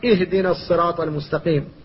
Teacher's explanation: فالهمزة هنا همزة وصل، وإذا نطقت بها فاحذر أن تفخمها. والتنبيه هنا سببه أن هذه الهمزة يجاورها حرف مستعل فتفخم، في الحمد تجاورها الحاء، كذلك أعوذ تجاورها العين، اهدنا تجاورها الهاء وهي من حروف الحلق وهما حرفاء حلق، فقوتهما تقتضي تفخيم إذا لم ينتبه الإنسان لذلك.